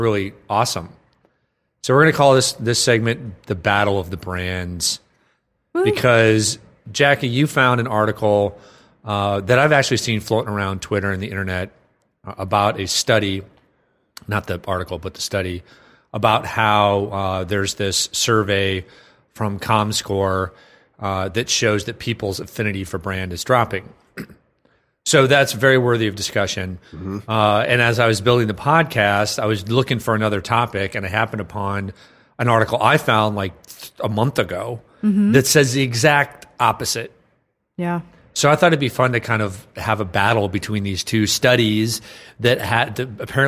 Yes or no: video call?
no